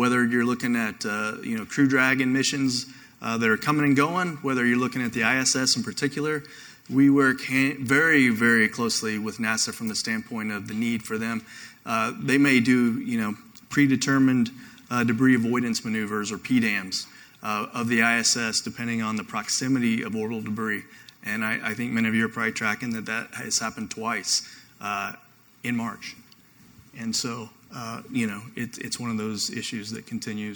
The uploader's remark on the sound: I have a recording of a panel I hosted last week at the Space Force IT Day hosted by AFCEA NOVA.